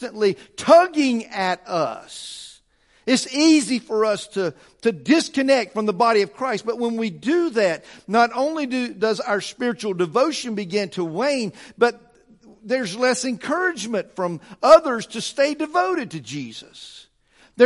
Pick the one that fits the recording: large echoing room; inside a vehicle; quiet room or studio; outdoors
large echoing room